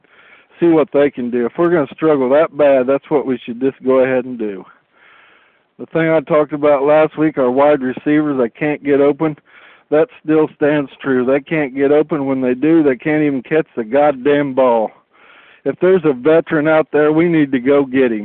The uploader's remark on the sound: we added in 4 more callers who actually called